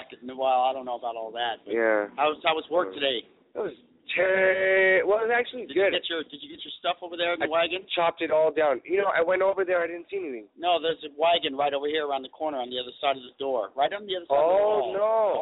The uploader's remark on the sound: Live at the Old Towne Pub